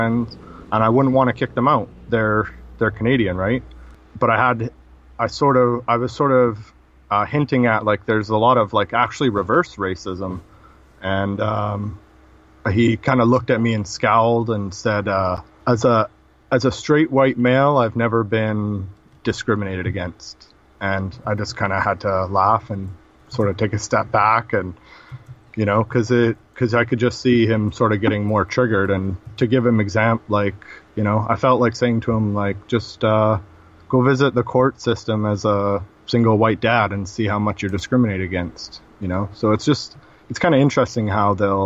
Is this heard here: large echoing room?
no